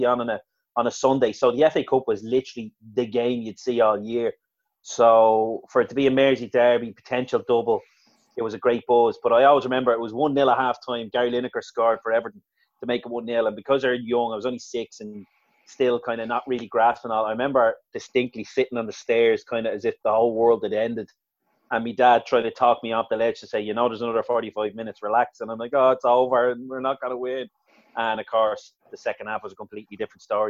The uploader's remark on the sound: FA Cup Weekend Zoom Show